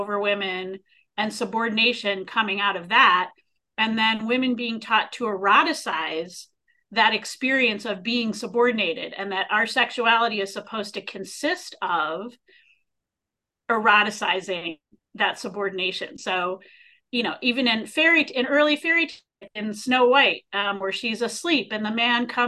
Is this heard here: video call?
yes